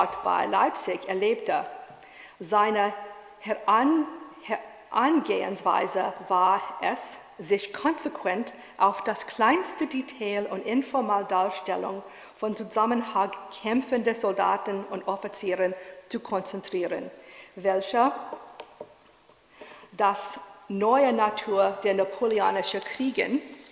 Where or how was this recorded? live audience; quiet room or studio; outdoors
live audience